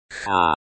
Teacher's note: Kh is a voiceless velar fricative, like the ch in Bach.